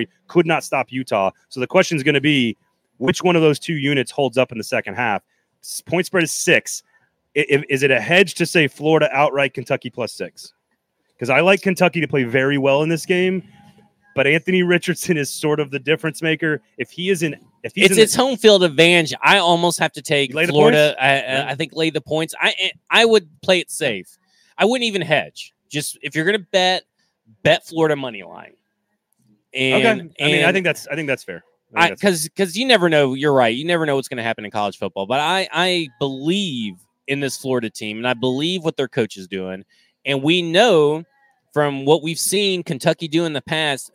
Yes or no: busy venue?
yes